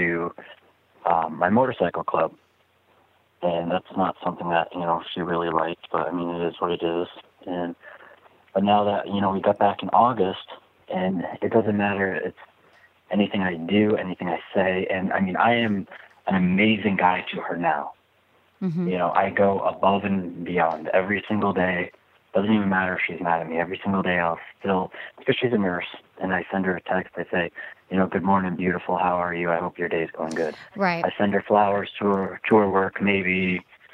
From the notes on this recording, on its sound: addresses all these issues with live callers